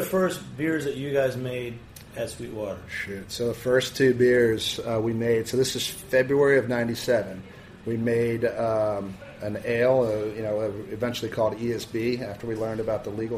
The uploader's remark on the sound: On location at Jimmy’s 43 with a team from Atlanta’s Sweetwater Brewing Co.